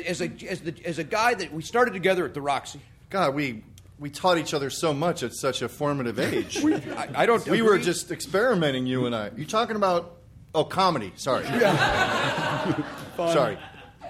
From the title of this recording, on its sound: Live at #PCAT16